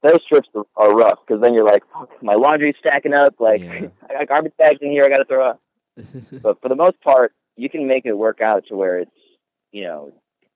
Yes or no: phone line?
yes